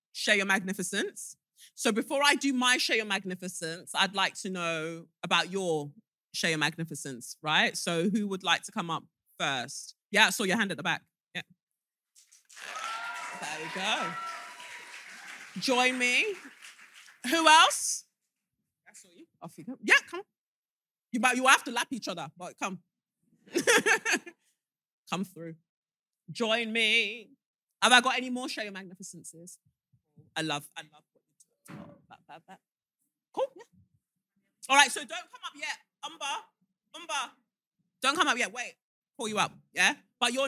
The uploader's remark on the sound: (Manchester Live Show). Third and final live show of 2023, our sold out SYM-posium at Canvas Manchester!